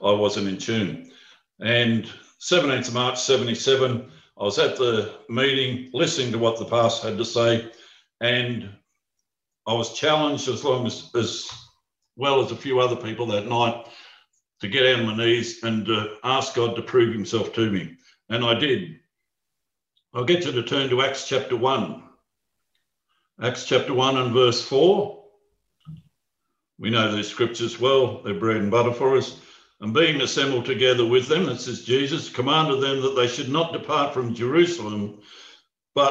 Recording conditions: video call